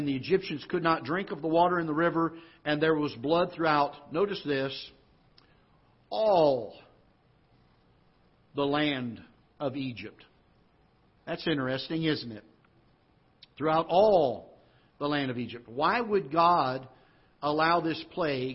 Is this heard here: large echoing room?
yes